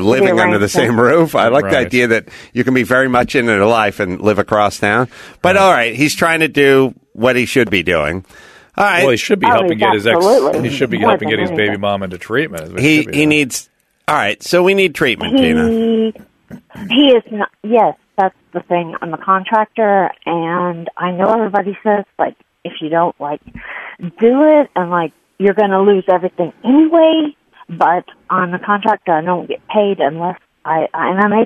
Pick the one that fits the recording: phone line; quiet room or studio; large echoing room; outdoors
phone line